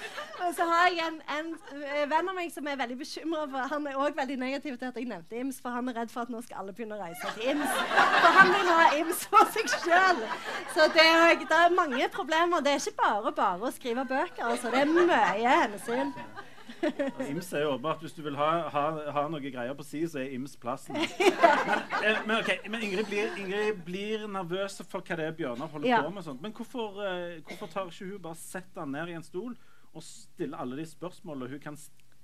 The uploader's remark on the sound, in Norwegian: Innspilt på Sølvberget bibliotek og kulturhus i september 2023